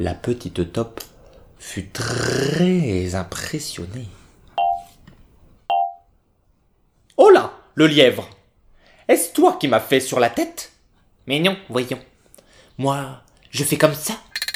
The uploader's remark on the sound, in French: lu au téléphone